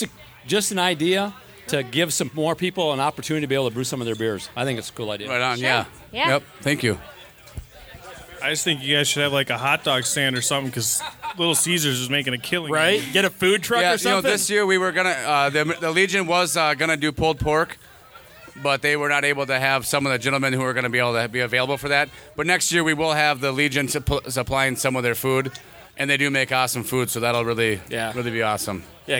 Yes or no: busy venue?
yes